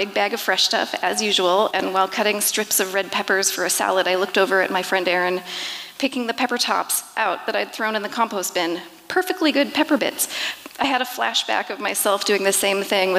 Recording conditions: live audience